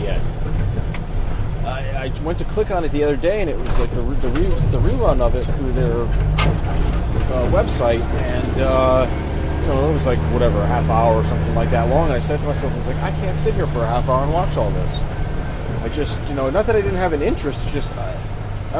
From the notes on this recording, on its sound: Recorded while driving on the highway in a dump truck! We apologise for the excessive background noise in some parts.